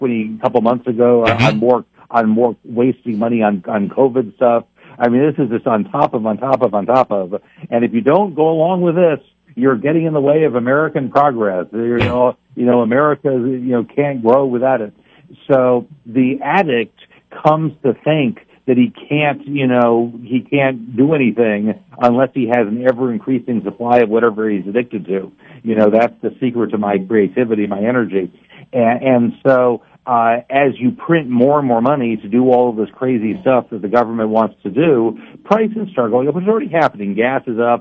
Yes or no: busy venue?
no